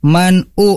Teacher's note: ada nun sukun bertemu hamzah. Di sini kita tidak boleh disamarkan atau ikhfa